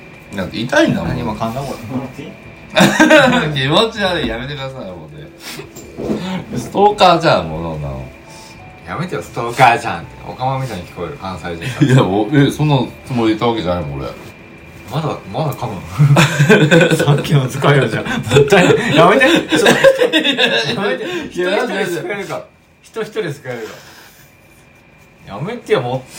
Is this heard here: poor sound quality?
yes